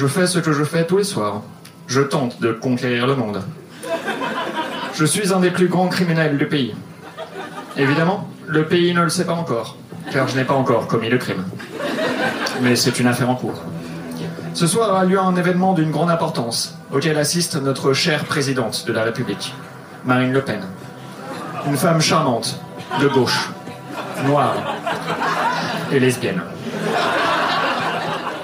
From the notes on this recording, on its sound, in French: Enregistré en direct et en public au One More Joke le 24/01/2019.